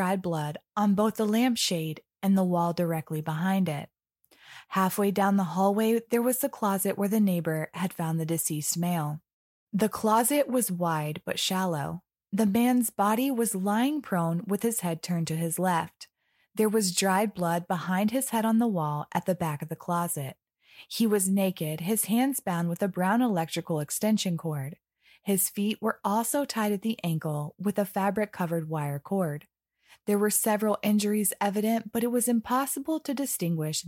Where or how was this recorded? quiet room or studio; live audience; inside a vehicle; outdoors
quiet room or studio